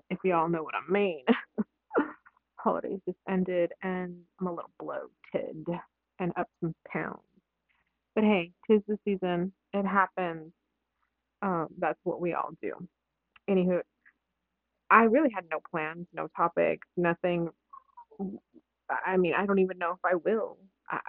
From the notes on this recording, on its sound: I hit record. With no fancy equipment. It sounds like shit.